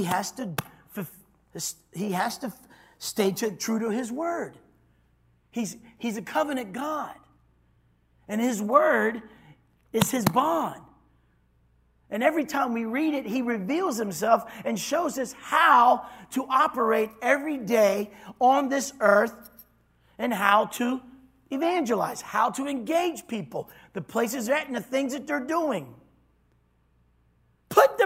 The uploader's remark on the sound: this was recorded on Wednesday at Abundant Living Ministries